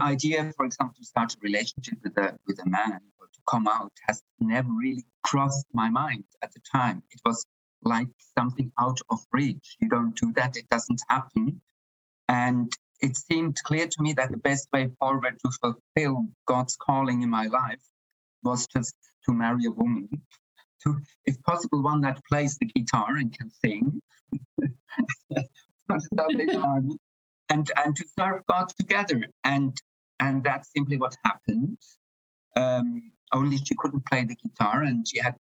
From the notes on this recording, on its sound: Apologies for the audio quality in this one, we had a poor internet connection.